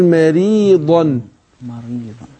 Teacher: يبقى الميم مرققه ورقق الراء وراها